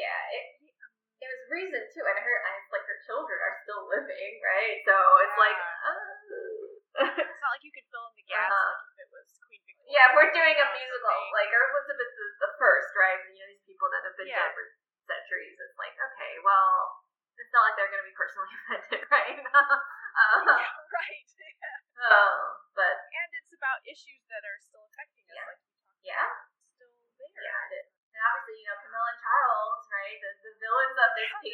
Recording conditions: poor sound quality